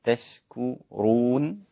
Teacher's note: تشكرون كلها رقيقة ما عدا الراء مفخمة